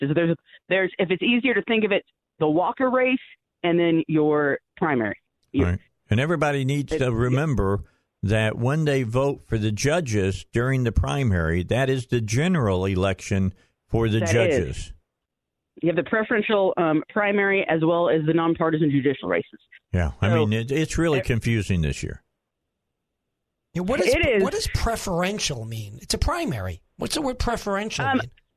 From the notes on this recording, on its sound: phoned